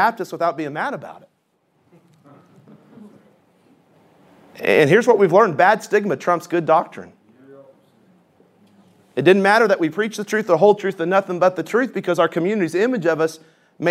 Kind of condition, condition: setting, live audience